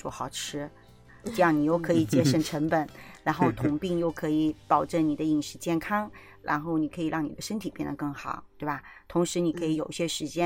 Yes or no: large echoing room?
no